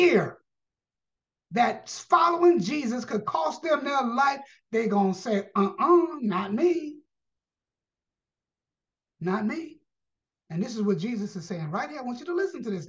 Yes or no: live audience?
no